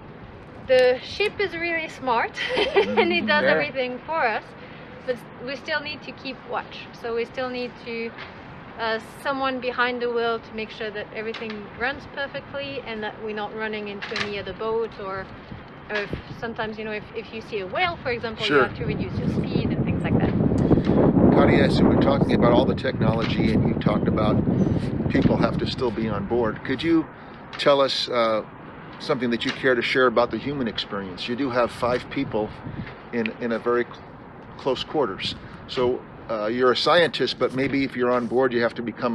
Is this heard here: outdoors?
yes